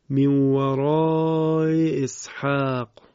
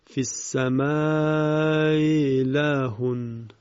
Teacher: همزه مکسور وقتی تسهیل میشه در واقع بین همزه و یا تلفظ میشه · Term: تسهیل همزه